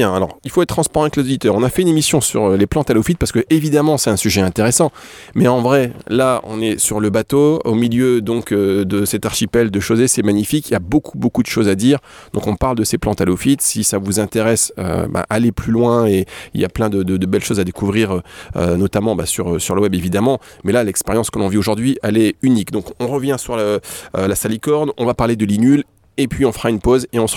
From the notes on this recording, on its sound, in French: Une émission exceptionnelle, enregistrée en direct de l'archipel de Chausey en Normandie, à bord du Sagone, le bateau de récolte d'eau de mer du laboratoire Biothalassol .